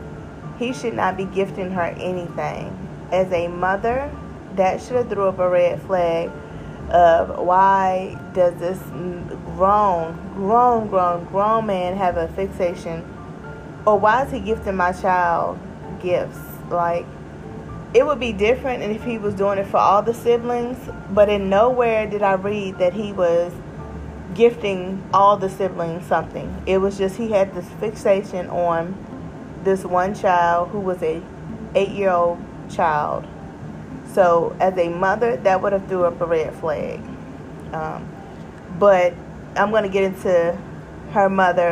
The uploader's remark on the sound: I am recording at work and that loud noise you hear is the new heat pump.